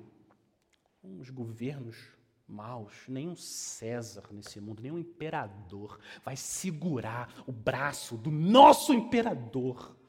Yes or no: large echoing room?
yes